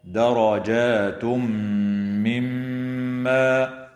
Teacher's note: وإدغام بغنة للتنوين في الميم